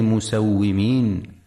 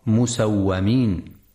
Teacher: في كلمة مسومين ينتبه القارئ برواية حفص لكسر الواو وعدم فتحها · Shown in: first take · فلا يقرأ مسومين.